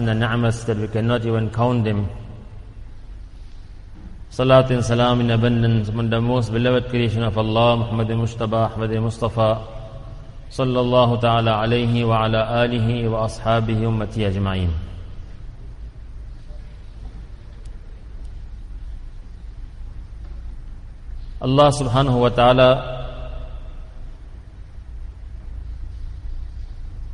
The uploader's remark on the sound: Jumuah lecture at Masjid e Quwwatul Islam